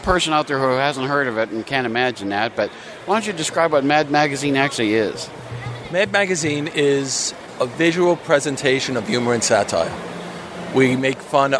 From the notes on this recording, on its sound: all of which took place at this year’s New York Comic Con from October 6 through 9!